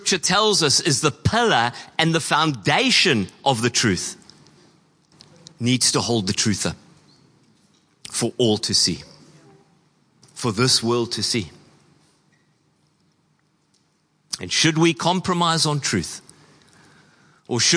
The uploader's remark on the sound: Preached on 10/12/23 at Horsham Downs. Church Complete Part 5: The Army (Horsham Downs).